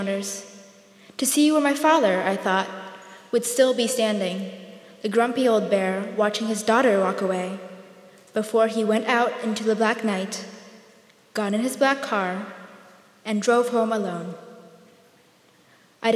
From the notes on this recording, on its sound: He spoke at this Seattle Arts & Lectures event at Benaroya Hall on May 7.